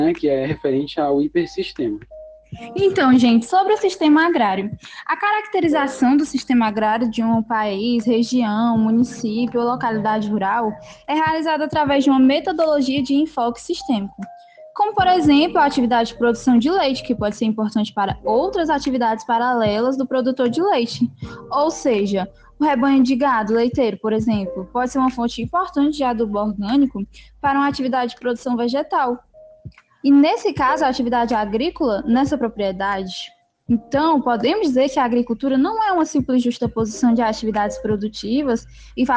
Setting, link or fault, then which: link, video call